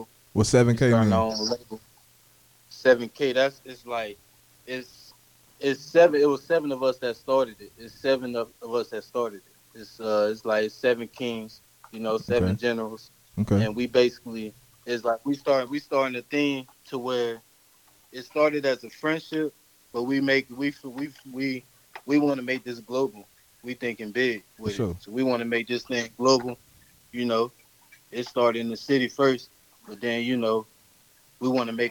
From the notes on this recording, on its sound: Phone interview